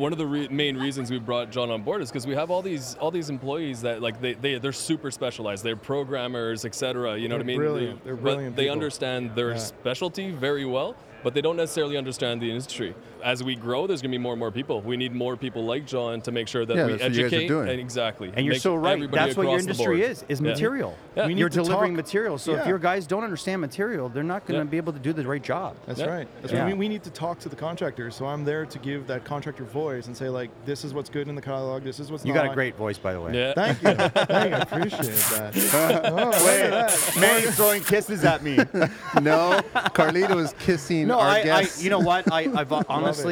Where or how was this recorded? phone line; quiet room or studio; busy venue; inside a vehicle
busy venue